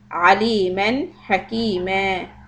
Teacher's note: Izhar aliman, because this is followed by letter ha from the throat.